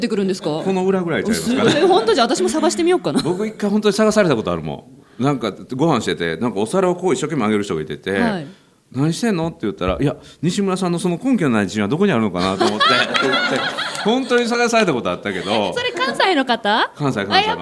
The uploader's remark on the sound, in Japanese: 番組初の公開収録でお集りいただいた皆さんとの。